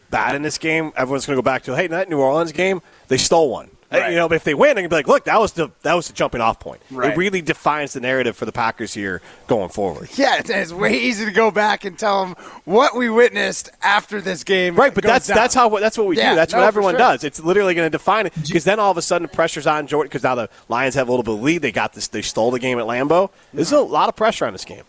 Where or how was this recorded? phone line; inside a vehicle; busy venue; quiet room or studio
busy venue